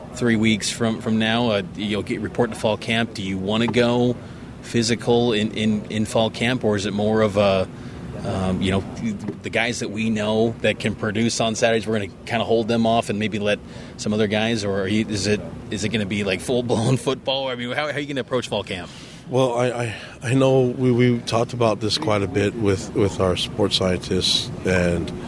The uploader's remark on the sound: At Big 12 Media Day. At AT&T Stadium.